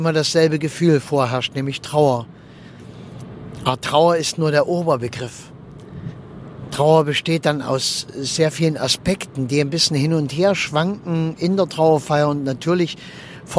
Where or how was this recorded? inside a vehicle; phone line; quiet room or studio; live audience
inside a vehicle